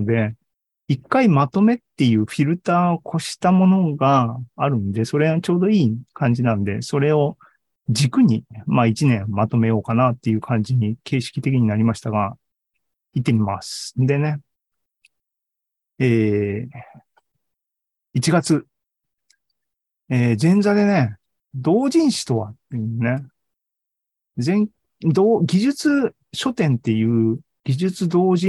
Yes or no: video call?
yes